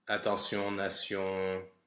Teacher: So the T-I spelling is most of the time an S J-glide sound. But not always.